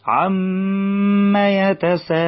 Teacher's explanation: فنعمل غنة مع الميم من كلمة عم، ونعمل مد في الألف اللي في النص من كلمة يتساءلون بعد السين